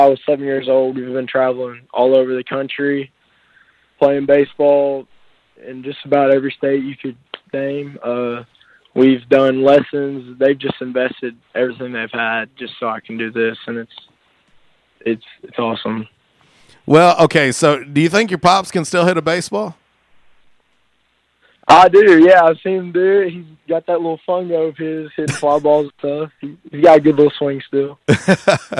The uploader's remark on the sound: LIVE on the Back In Action Hotline. RWRC Radio on 95.3 The Ticket/AM-970, Ritter Communications Tubetown 21!